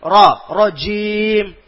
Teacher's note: റാ റാ തഫ്ഹീമോട് കൂടി പറയണം